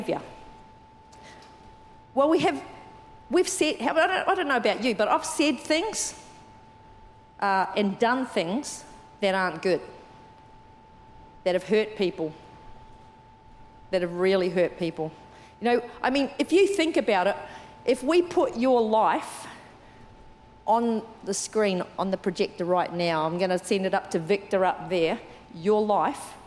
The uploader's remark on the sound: Recorded during our 9am service on Sunday, the 10th of December 2023